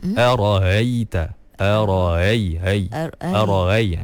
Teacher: Dia bukan ha tapi dia macam hamzah yang dah dilemahkan. · Term: hamzah yang telah diringankan